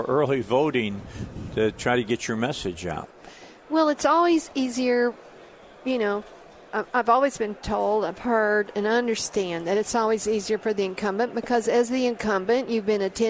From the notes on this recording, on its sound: Live at the State Capitol for Filing Day